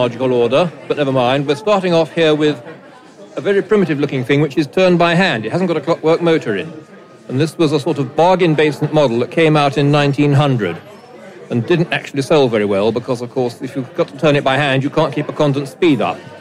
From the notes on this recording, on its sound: This opening episode was recorded live at the unveiling ceremony in the building at 31 Maiden Lane.